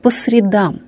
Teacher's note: если речь идет о дне недели, ударение в этом слове падает на второй слог